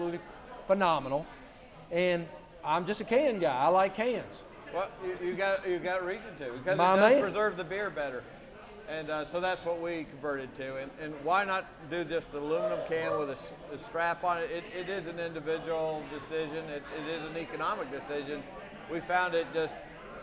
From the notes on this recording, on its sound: Live from Augusta. Live from Savannah River Brewing Company.